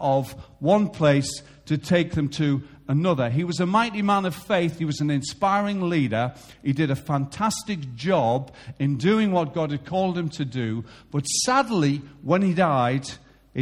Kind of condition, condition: setting, large echoing room